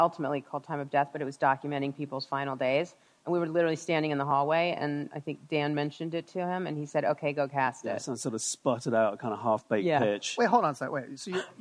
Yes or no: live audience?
yes